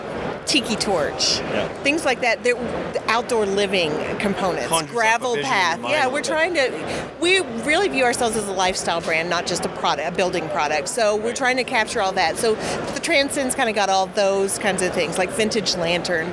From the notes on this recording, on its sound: Live from IBS 2019 in Las Vegas